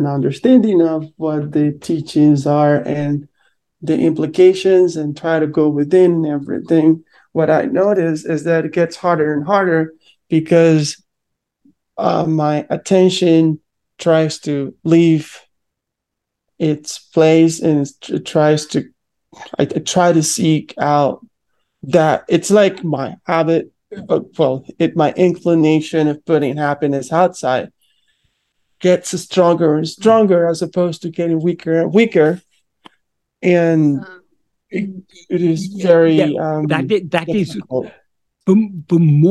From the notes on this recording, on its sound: In a Zoom meeting